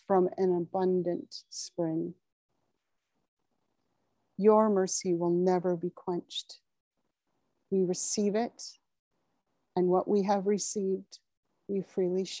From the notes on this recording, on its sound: (evening her time), oh the wonders of zoom!